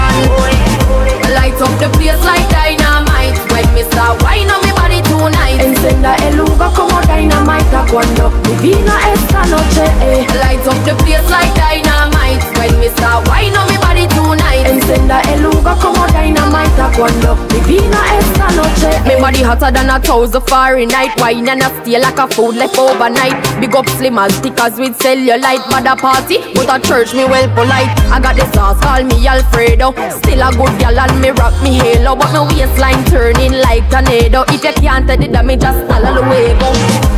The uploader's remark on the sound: Raw Live DJ Set performed by myself in the beautiful Republic Bar, in Accra, Ghana. The fact that it's Open Air brings an awesome energy.